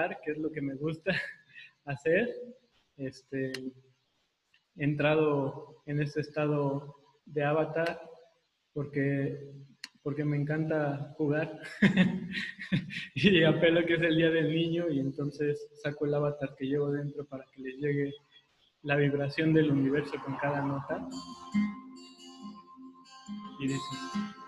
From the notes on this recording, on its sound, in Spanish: Audio del Evento Online que organizamos el 30 abril 2020